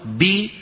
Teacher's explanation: تبتعد الشفتان ويرتفع وسط اللسان · Term: الكسرة